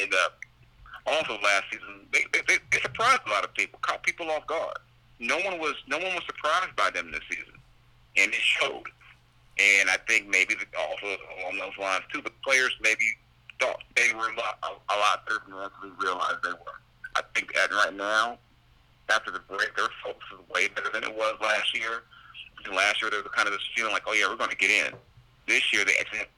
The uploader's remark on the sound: The Sacramento Kings beat writer from The Athletic, over the phone.